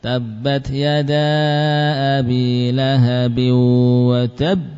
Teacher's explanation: Tertundanya qalqalah itu menunjukkan bahwa itu adalah huruf yang ditasydid.